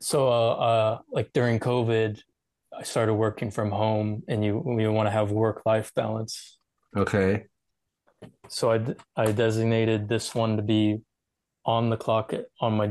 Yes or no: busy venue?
no